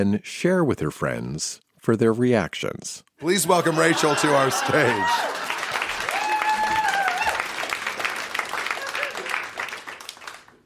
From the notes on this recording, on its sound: Recorded live at TWH Social in Kitchener.